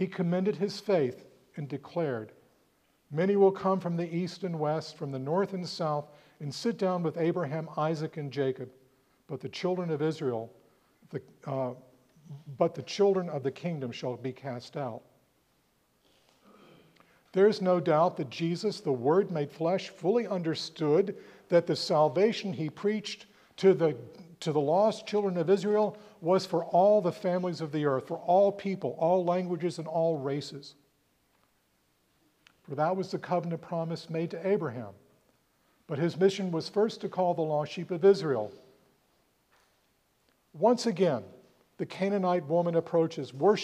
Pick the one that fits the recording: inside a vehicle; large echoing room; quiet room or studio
large echoing room